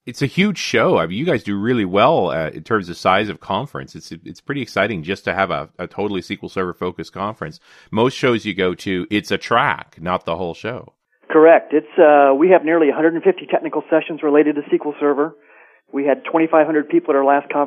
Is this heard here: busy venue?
no